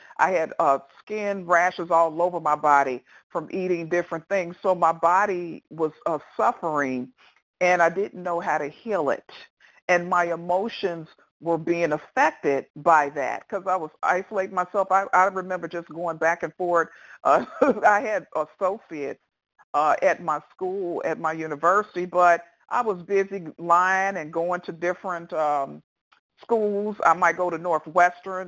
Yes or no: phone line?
yes